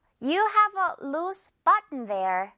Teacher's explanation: 루즈가 아니라 이거 지금 SE는 S로 발음돼서 루스가 돼요.